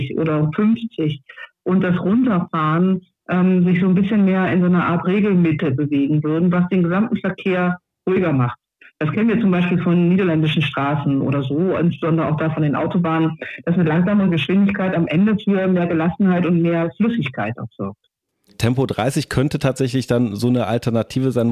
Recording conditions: phone line